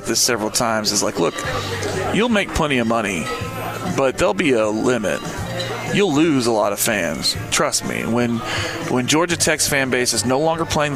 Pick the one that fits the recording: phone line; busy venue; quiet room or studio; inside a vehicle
busy venue